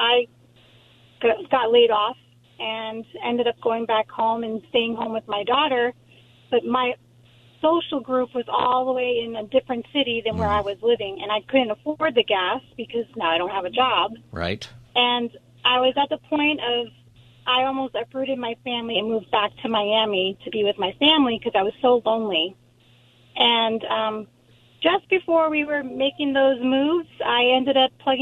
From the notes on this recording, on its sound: takes calls on any topic for Open Phone Friday